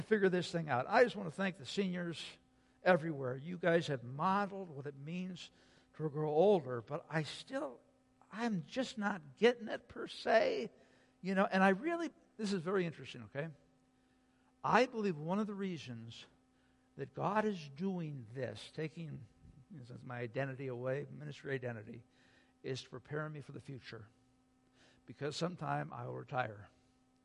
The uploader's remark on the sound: Sunday Worship Service - Audio